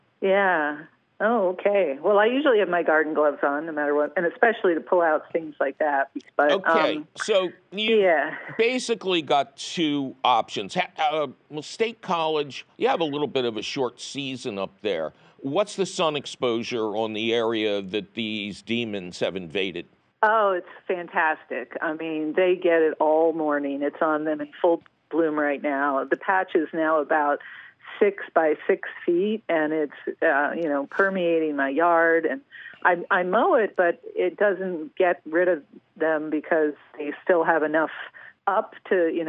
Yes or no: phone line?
yes